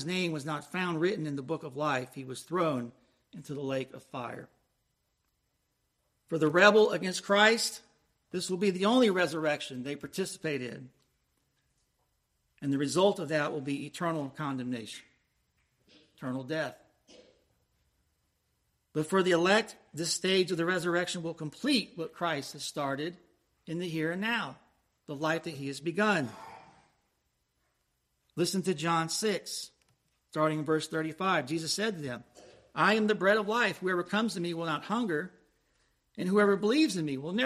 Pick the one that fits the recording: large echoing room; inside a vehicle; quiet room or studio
large echoing room